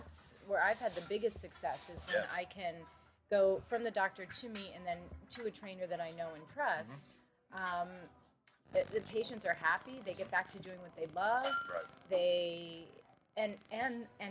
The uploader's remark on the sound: This episode was literally recorded while. Having lunch a the Titleist Performance Institute's Level 1 certification course in Rhode Island.